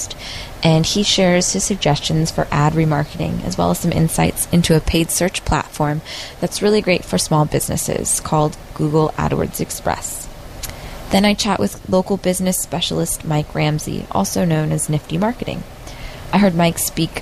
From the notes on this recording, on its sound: While on location from SMX East 2011.